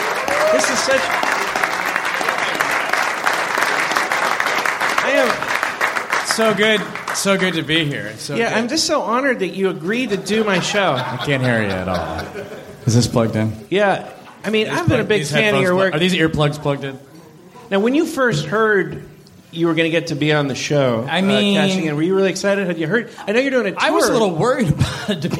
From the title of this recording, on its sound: Live from Skyline Comedy Cafe!